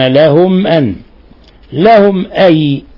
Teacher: الميم ساكنة جاء بعد حرف الهمزة الحكم التجويدي إظهار شفوي